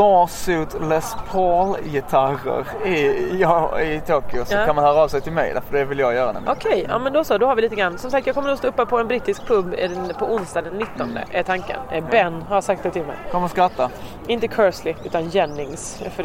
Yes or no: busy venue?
yes